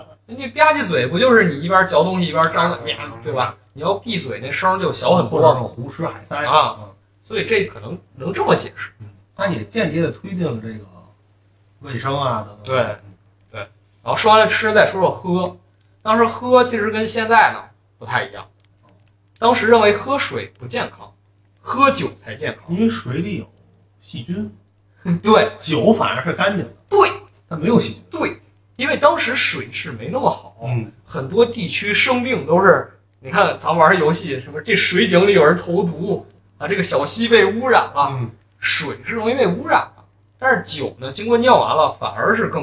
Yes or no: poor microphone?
yes